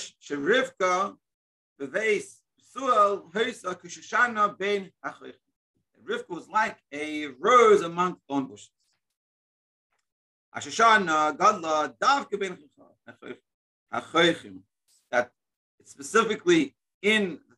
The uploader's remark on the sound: Daily Zoom Shiur